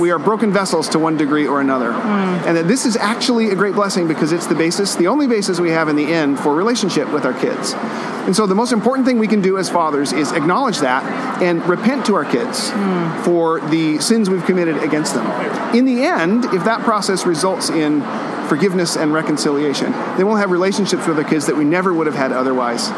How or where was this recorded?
busy venue